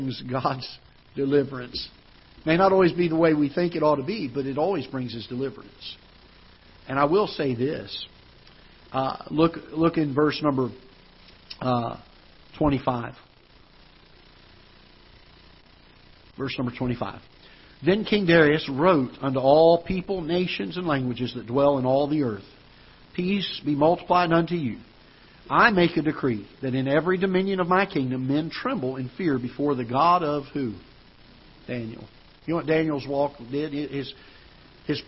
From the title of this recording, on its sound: Ketha Heights Baptist Church ~ Live Broadcast